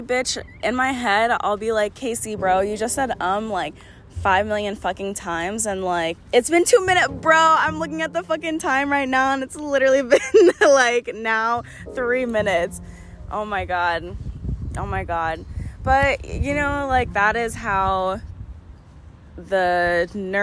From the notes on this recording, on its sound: sorry about the wind blowing